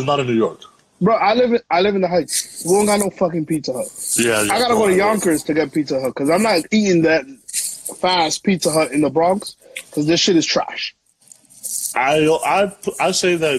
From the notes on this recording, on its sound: via IG LIVE due to quarantine